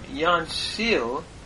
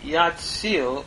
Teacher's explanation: This is a peinun verb from the root natsal, so the form yansil became yatsil with the nun assimilating by progressive assimilation into the tsade · Shown in: second take